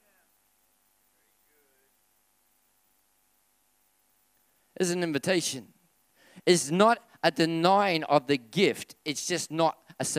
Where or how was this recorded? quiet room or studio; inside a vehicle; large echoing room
large echoing room